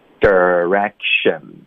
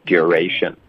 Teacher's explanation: 这个 R 的音如果它连接到前面的一个元音，我们一般就会在这个前面的音节结尾开始卷舌 · Term: 儿化音